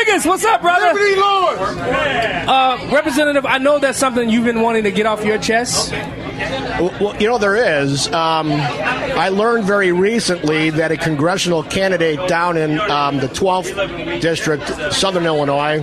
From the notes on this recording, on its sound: Live From Lake Michigan